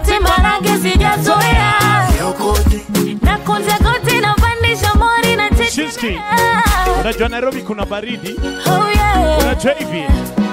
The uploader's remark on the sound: Live at Blend Nairobi 2019